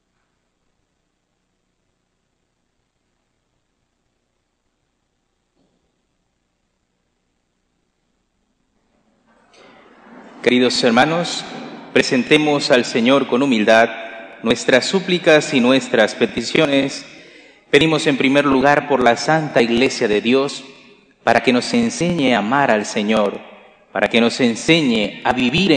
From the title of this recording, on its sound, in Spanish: Santa Misa del jueves 3/8/2023, Iglesia de María Virgen Madre